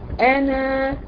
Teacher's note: اثبات حرف المد وقفا دون الوصل. يعني انا نذير، لو وقفت على بي انا هتثبت حرف المد. · Term: الالفات السبعه